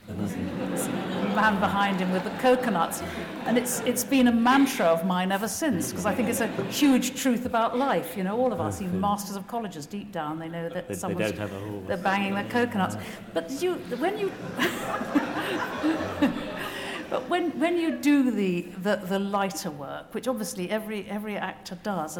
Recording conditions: live audience